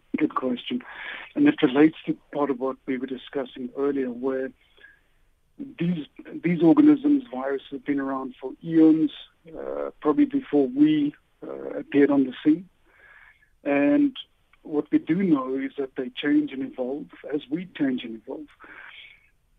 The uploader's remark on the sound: Guest on the line.